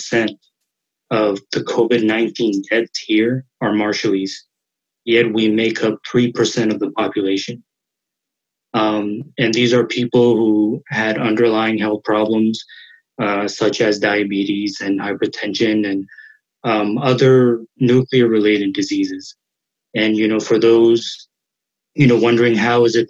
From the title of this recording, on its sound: Webinar